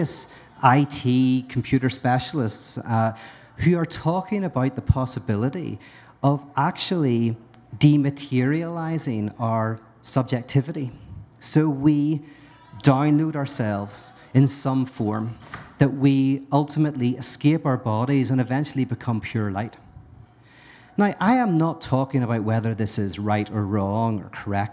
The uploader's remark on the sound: LIVE at Grandma's House Brewery. LIVE at Grandma's House Brewery , the Denver Brew Theology community kicked off a #TheologyBeerCamp pregame special.